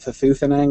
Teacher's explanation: with a stress on the second syllable instead of the first